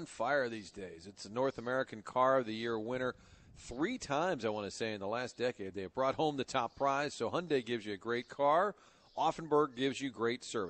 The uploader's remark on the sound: broadcasting live from Old Hickory Golf Club